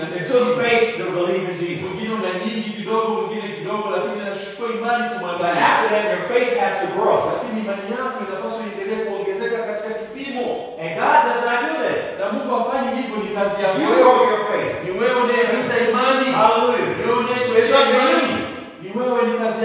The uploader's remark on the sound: Preached at a local church in Tanzania.